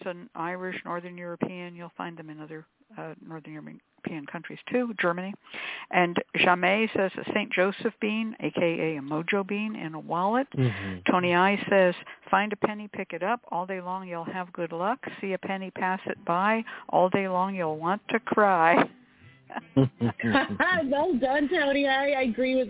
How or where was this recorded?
phone line